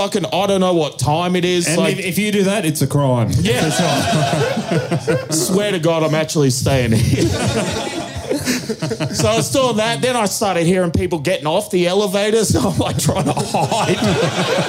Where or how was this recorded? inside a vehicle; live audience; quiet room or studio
live audience